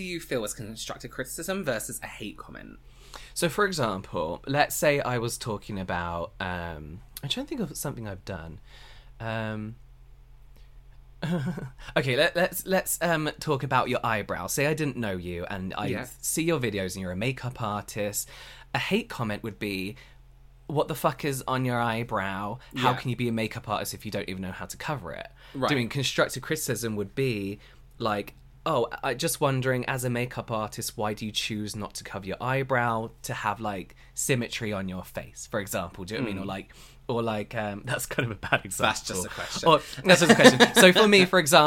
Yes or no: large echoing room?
no